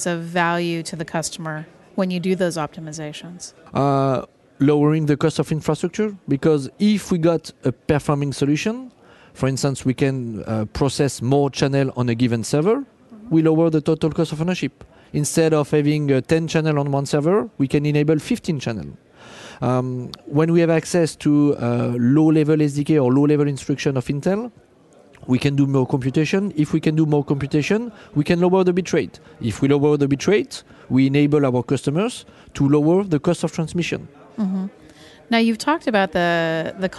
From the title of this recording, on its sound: Intel Chip Chat LIVE from IBC 19 in Amsterdam